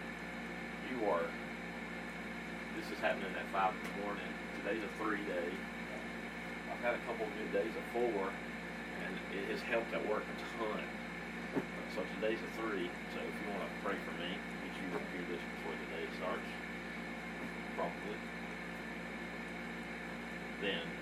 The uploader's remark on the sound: Having technical difficulty.